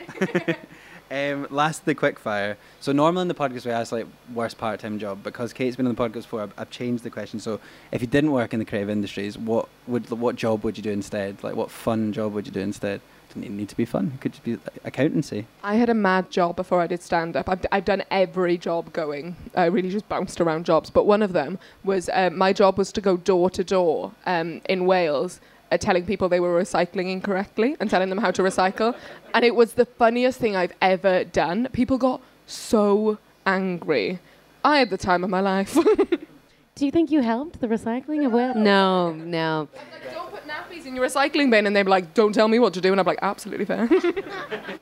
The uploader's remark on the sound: Live from the Edinburgh Fringe. This episode was recorded live as part of the PBH Free Fringe on the 15th of August 2023 in the Southsider Sidelounge.